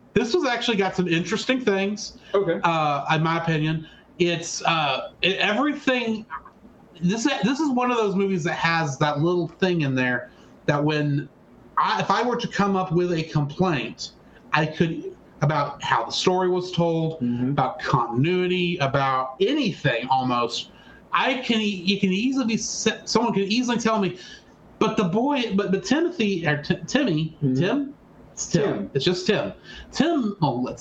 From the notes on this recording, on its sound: DUE TO AN TECHNICAL ERROR THE AUDIO IS WEIRD IN THIS EPISODE!